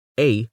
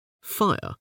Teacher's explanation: the briefly voiced syllable, a, sounds very different from the long-voweled fire